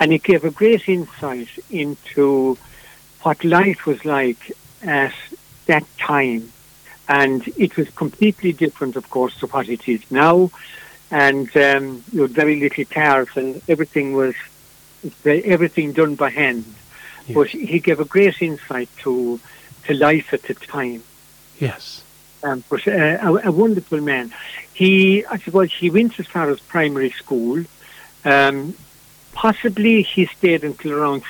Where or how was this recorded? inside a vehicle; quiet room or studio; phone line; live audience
phone line